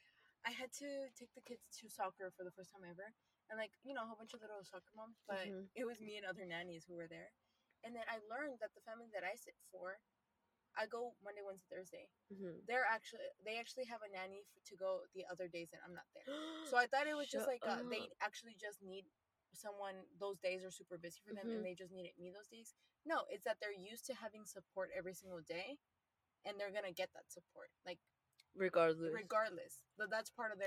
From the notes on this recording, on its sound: This chatty episode recorded from our car.